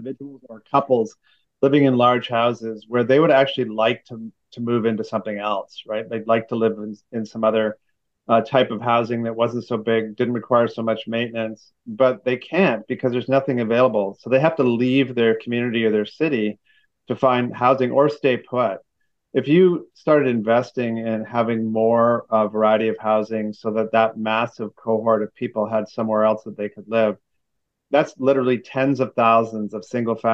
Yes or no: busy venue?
no